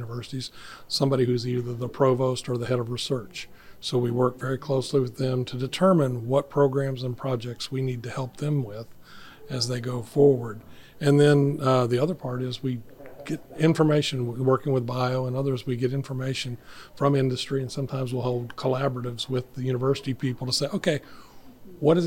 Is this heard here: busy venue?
yes